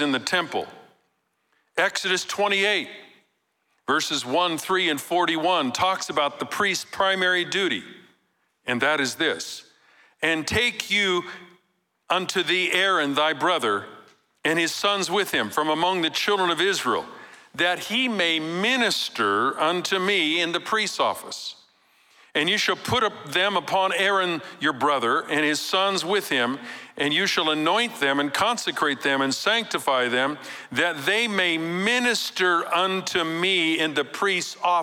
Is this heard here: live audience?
yes